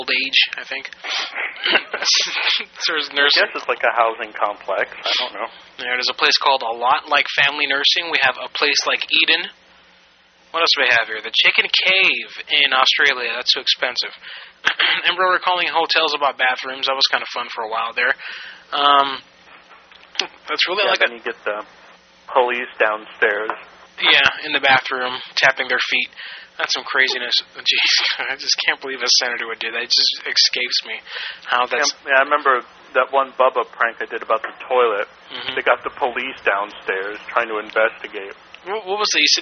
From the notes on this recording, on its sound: Prank Phone Calls